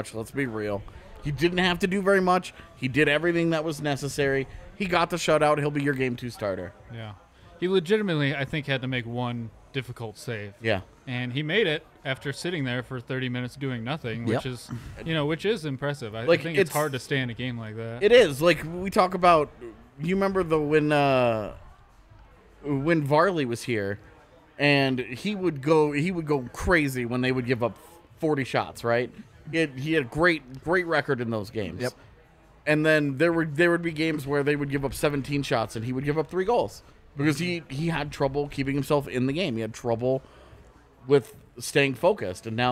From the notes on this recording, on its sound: a live post-game show from the DNVR Bar